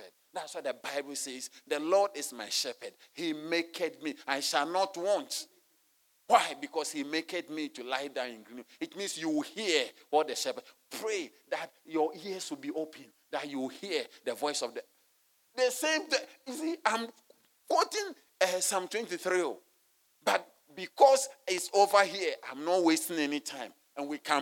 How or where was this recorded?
large echoing room